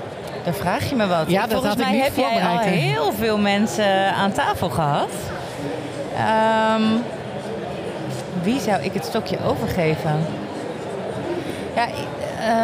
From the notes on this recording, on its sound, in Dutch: Seizoen 6 van De Stamtafel - Dé podcast over gastvrijheid, is opgenomen te midden van de Horecava. Met dank aan SVH voor een plekje op hun Horecava stand.